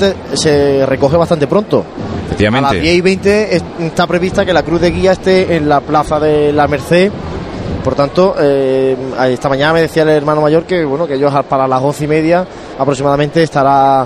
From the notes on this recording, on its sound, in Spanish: Pasión en Jaén. Lunes Santo 2014. Sonidos de la salida de Ntro. Padre Jesús de la Pasión Despojado de sus Vestiduras.